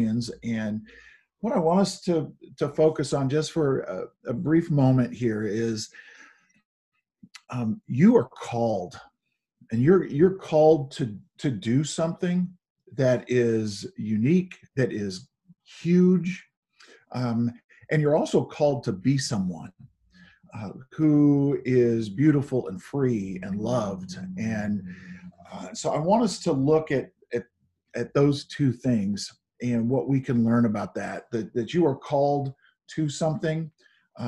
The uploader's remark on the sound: Zoom Sunday.